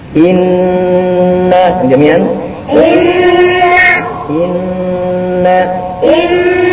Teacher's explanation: الغنة فيه غنة بمقدار حركتين